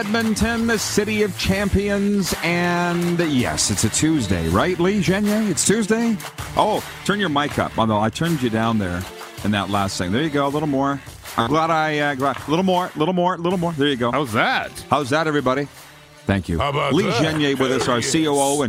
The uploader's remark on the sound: LIVE from inside Rogers Place in Edmonton, Alberta... Site of the 2022 World Junior (2.0) championships!